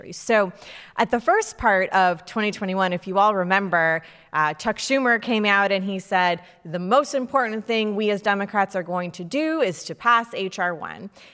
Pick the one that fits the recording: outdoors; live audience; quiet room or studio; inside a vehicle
live audience